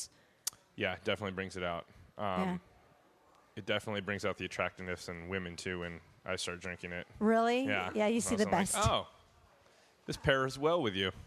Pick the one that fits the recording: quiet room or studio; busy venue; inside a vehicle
busy venue